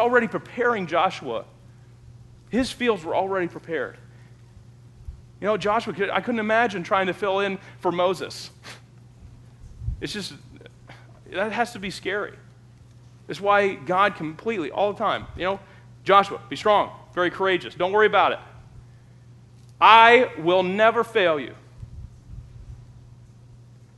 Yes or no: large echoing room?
yes